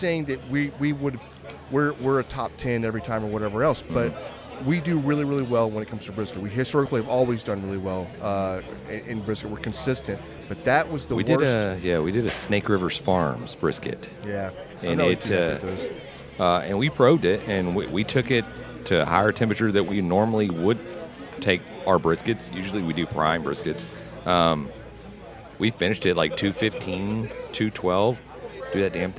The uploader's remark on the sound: In this episode we are on location for day 3 at the 2024 NBBQA conference in San Antonio!